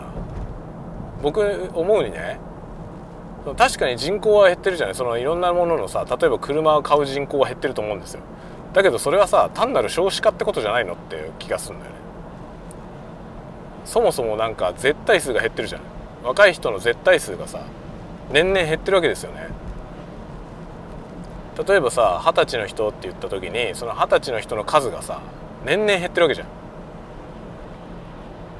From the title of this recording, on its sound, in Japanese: ドライブ収録】運転しながらダベるよ